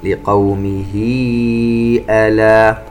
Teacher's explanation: إذ قال لقومه ألا تتقون، هاء الكناية المكسورة هذه وقعت بين متحركين، قبلها ميم مكسورة وبعدها همزة متحركة بالفتح، إذن مد صلة كبرى يمد بمقدار 4 حركات كما في المد المنفصل